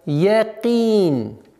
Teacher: Каф твердый звук, но так как согласовка кесра, она переходит в мягкость якин. И при остановке кесра аннулируется под буквой нун, переходит в сукун, и долгота у нас в размере двух огласов, как мы с вами здесь решили.